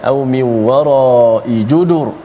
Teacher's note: nun bertemu dengan wa berlaku sekali lagi idgham idgham ma'al gunnah